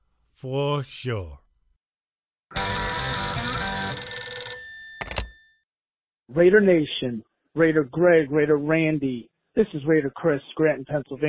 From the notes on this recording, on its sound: Raider Nation “Boneline” Call-in Segment